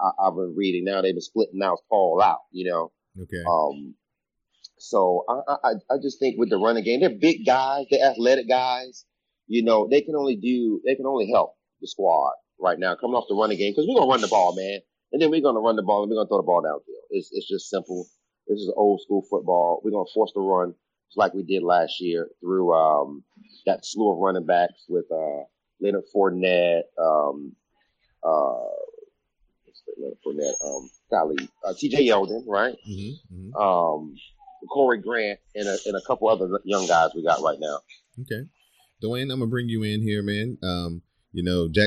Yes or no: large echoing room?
no